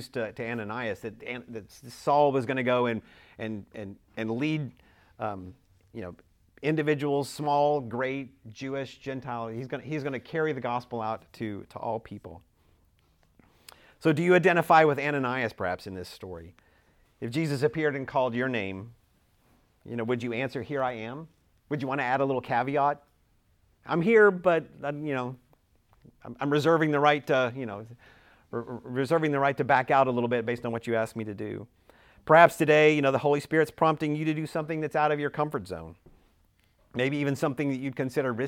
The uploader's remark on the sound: Recorded at Emmaus Church in Buford, GA on Wednesday, Nov 16, 2022